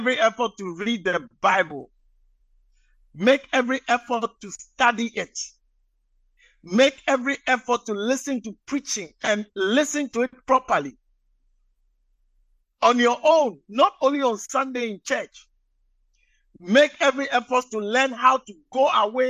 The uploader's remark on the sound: message preached at the Living Waters Cathedral